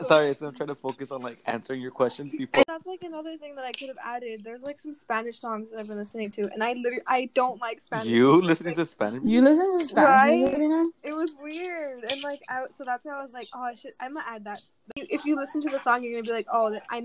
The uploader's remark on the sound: It’s a sucky the app I use to “run” this podcast. Heads up the audio is also a mess.